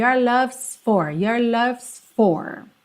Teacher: Esse S, que é o is, que está contraído aí com love, ele é muito sutil, mas ele tem que aparecer, mesmo que de levinho